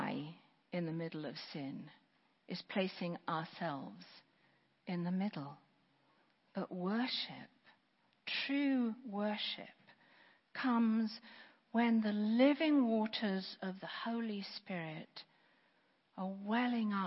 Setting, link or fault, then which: setting, large echoing room